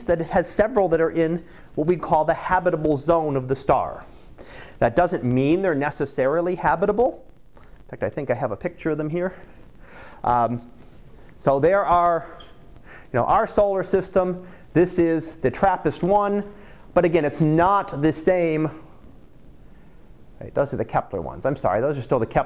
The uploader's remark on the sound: Live Class Lecture